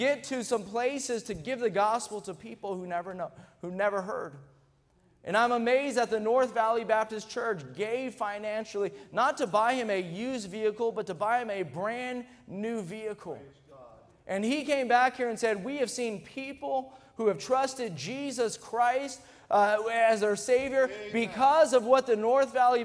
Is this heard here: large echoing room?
yes